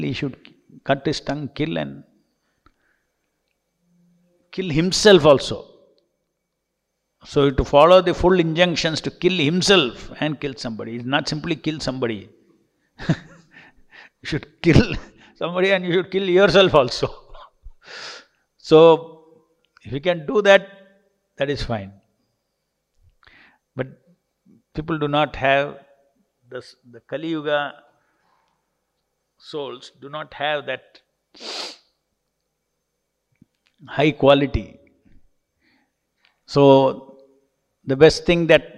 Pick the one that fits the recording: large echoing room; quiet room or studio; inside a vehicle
large echoing room